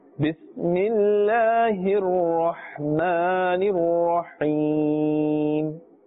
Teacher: Not Rahman, not Rahim. Rahman, Rah must be pronounced with the full mouth because it has a fatha above it